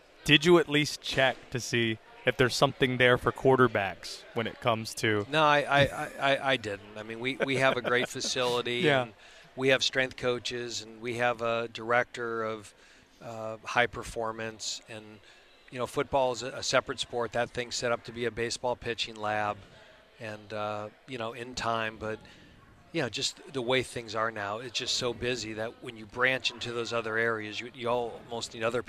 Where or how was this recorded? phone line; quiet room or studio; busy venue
busy venue